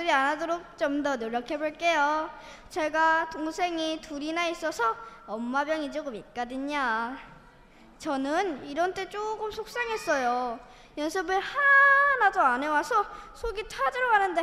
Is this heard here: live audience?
yes